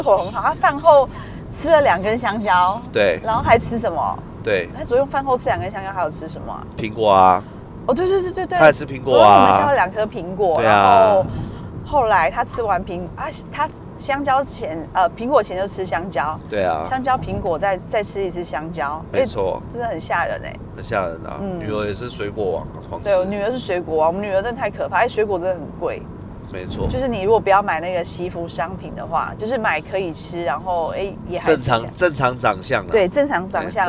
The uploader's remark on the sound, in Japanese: ドライブトーク！(開車聊天)